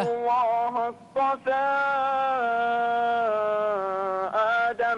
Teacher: رقق الهاء في لفظ الجلالة